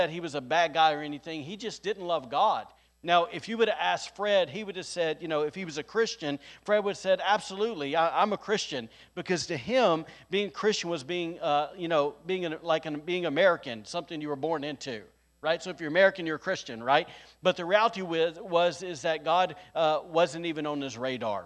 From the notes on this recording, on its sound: recorded on Sunday, April 24th, 2022, during service at The Anchor Church in Rockport, Maine